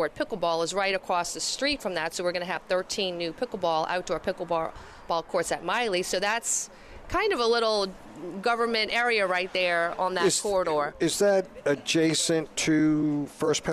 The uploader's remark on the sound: Toys for Tots at H2O Salon and Spa in Metairie. Broadcasting LIVE at H2O Salon and Spa where they're hosting Toys for Tots with Marine Corp servicemen.